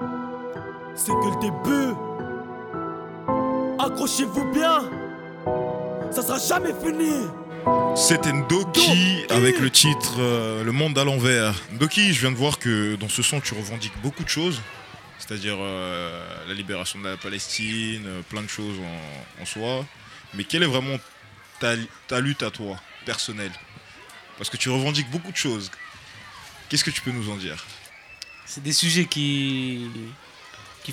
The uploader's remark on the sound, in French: Enregistrée en public lors de l'événement "Clichy Plage".